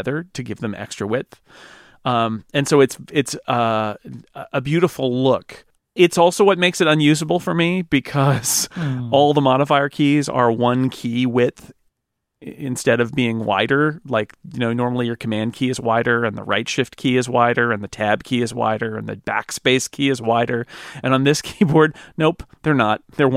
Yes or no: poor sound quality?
no